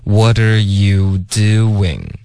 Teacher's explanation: Do 跟 in 之间我们要添加一个很轻的 w 音。